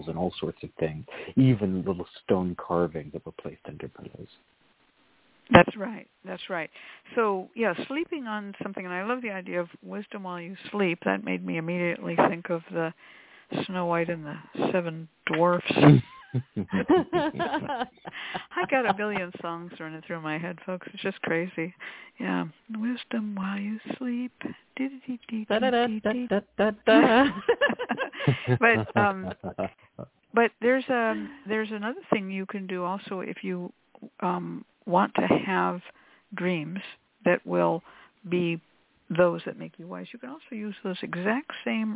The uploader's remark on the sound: The Lucky Mojo Hoodoo Rootwork Hour is a real, live call-in show where the general public gets a chance to ask about actual problems with love, career, and spiritual protection. We begin this show with a Discussion Panel.